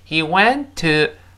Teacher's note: went 的末尾那个 t 当然失去爆破了